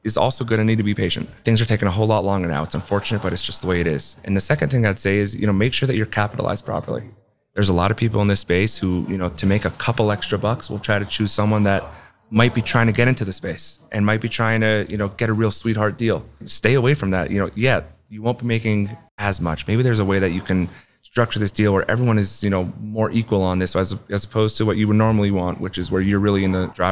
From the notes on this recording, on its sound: This episode was recorded at ASHA Mid-Year Meeting.